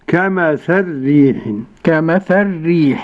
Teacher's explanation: قرأ السوسي بإدغام اللام في الراء